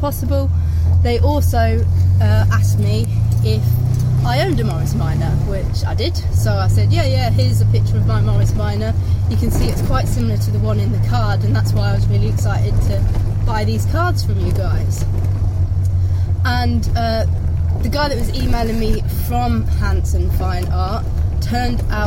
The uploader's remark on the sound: all recorded from my 1968 Morris Minor, Peggy